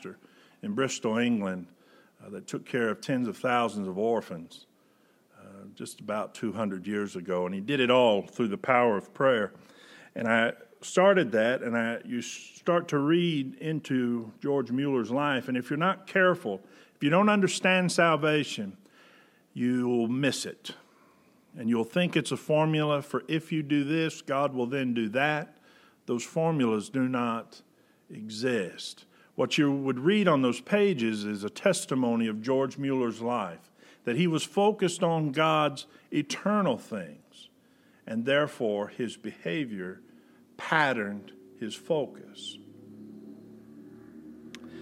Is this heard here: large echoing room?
yes